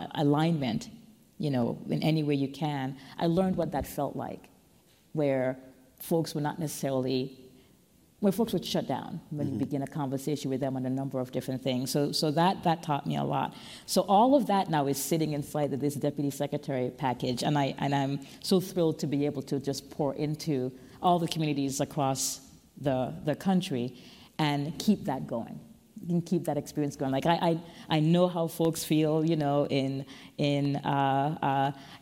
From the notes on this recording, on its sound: USGBC Live Washington DC Opening Keynote. Joins USGBC Live in person in Washington, DC on June 9 to deliver keynote remarks at our opening session.